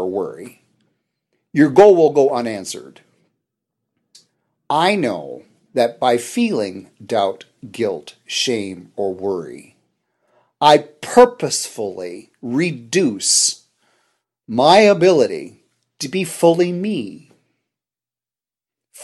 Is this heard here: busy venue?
no